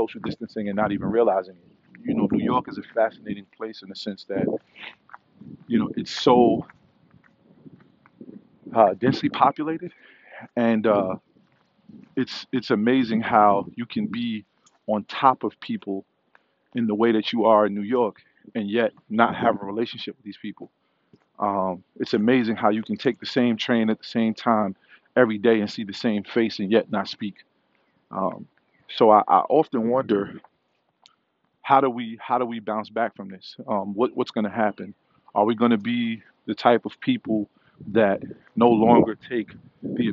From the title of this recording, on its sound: Walk & Talk